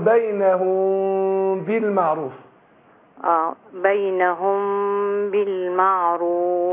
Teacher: نطقت الباء اهي بس انا بخفي الميم. ايوه اقول بينهم بالمعروف. · Term: اخفاء شفوي